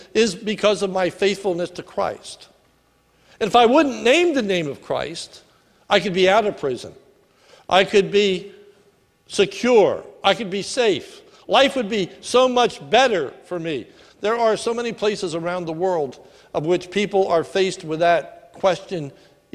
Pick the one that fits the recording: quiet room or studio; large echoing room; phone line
large echoing room